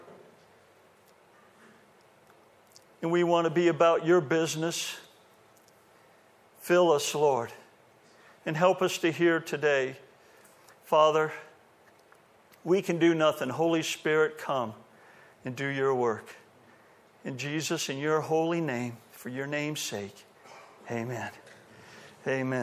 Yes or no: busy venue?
no